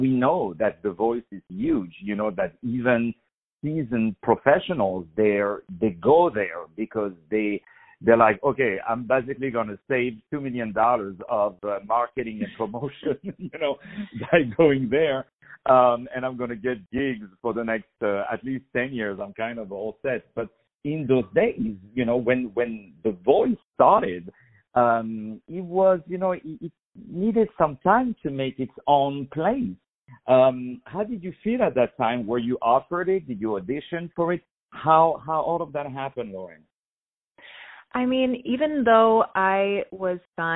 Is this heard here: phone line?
yes